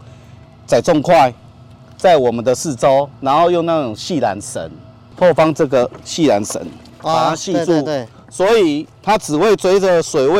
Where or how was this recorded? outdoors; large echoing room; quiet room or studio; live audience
outdoors